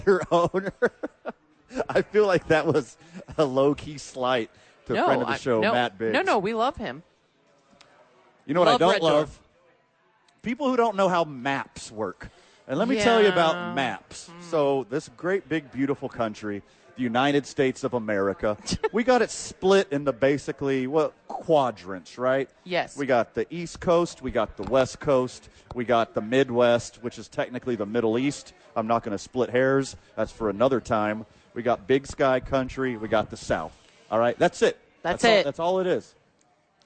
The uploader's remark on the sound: live from Red Door